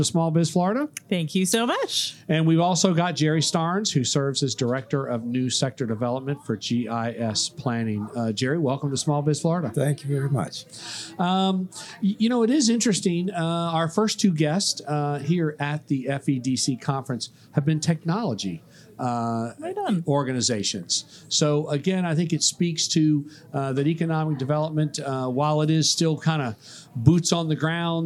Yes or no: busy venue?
yes